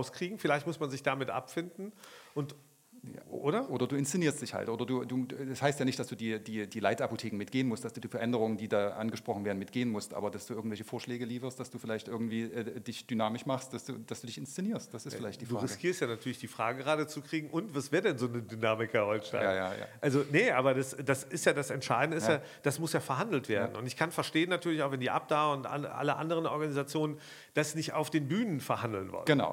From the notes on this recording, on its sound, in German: LIVE von der VISION.A 2023. Gleich zur Eröffnung der VISION.A Zukunftskonferenz am Dienstag im Kino International in Berlin.